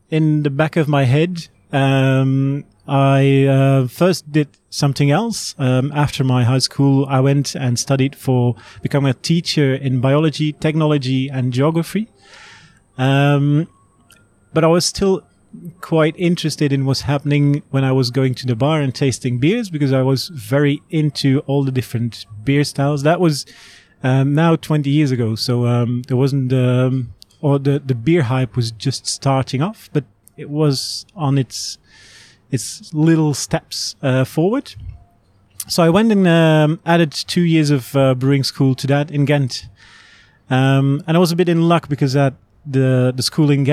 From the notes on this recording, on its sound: Felons in Brisbane, where the interview was recorded